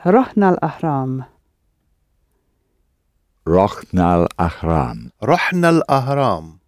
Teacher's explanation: because ruhna ends with an ah sound, a vowel sound, the I drops out